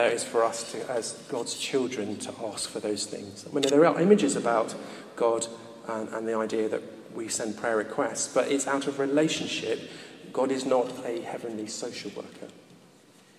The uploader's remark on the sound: recorded at a Moot Community Eucharist at St Mary Aldermary Church in the City of London